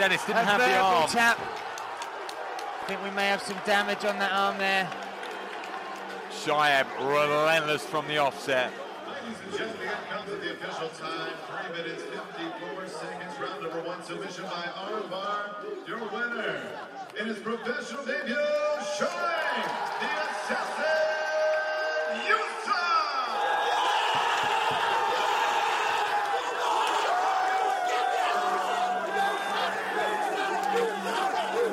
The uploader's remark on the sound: Live reaction from cageside at the SSE Hydro for ACB 47: Braveheart.